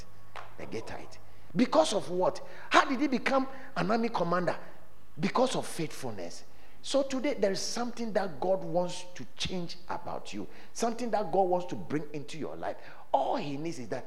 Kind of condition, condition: setting, large echoing room